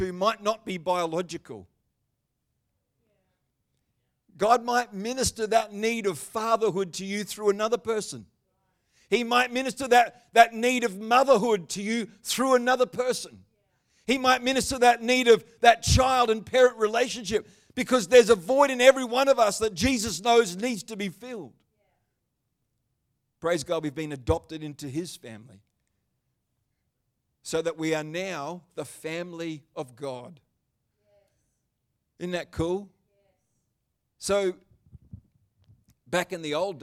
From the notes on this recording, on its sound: The Good Friday service of 2023. Live stream of Destiny Church Atherton.